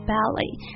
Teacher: the letter T at the end of the word is silent